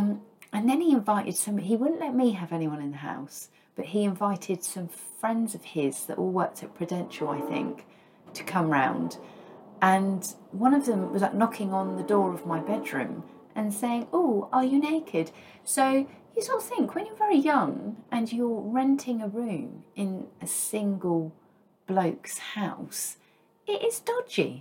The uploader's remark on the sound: Added sound effects thanks to Storm Eunice finding her way through the gaps in the windows.